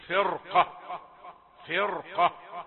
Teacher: فرقة نفخم الراء، ما قبلها كسرة برضه